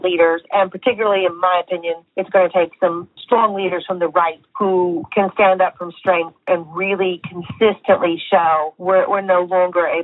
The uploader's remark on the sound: Listener Calls